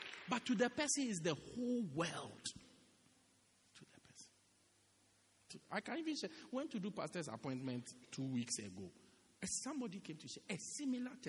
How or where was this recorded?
large echoing room